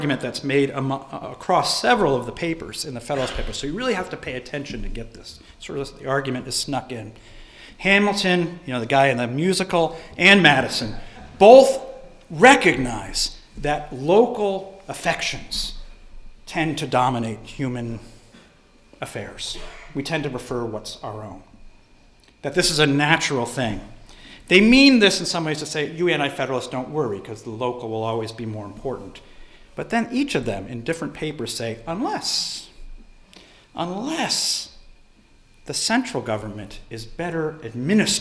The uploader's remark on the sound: delivered this lecture on February 1, 2018 at the University of Chicago